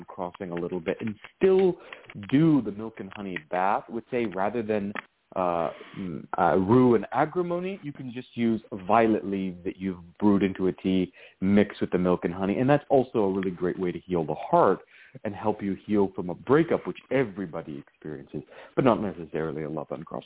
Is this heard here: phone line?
yes